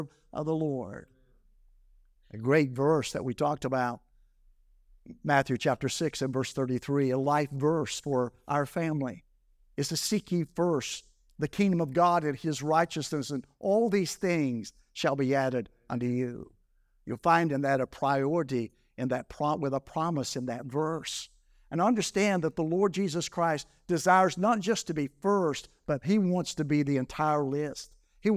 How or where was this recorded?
large echoing room